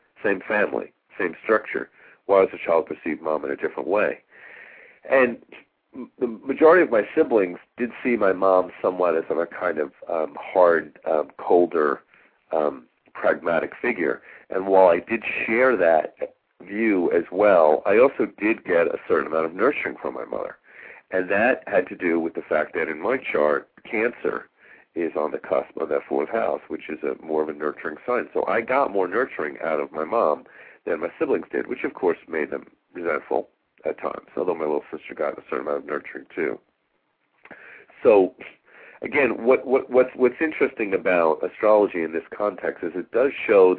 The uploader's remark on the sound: Callers with questions or comments are encouraged to call in live halfway through the show.